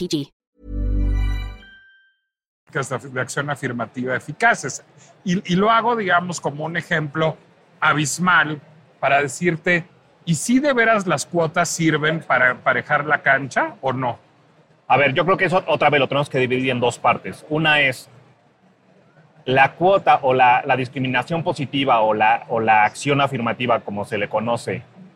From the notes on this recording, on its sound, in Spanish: Heraldo Podcast transmitió completamente EN VIVO desde la Feria Internacional del Libro (FIL) de Guadalajara.